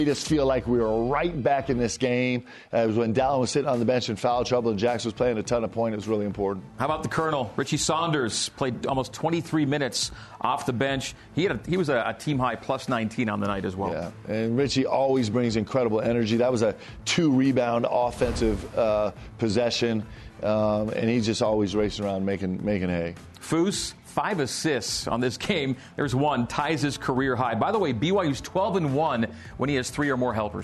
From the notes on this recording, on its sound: A live audience in Studio C.